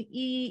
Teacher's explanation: So Frisch is with an E vowel, which is a front vowel. So if you make that sound E, you can feel that your mouth is kind of tight, right?